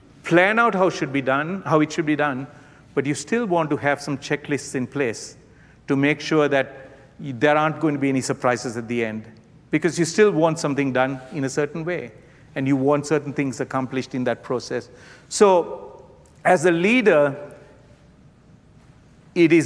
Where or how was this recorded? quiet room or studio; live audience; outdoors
live audience